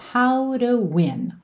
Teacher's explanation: E aqui a gente tem esse rarará no T da preposição to. Então, ao invés de termos tell me how to win your heart, soa tell me how to win your heart.